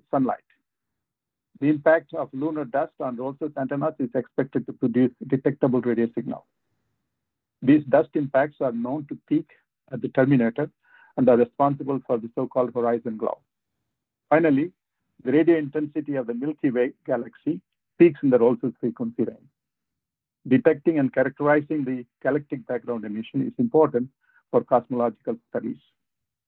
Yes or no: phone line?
yes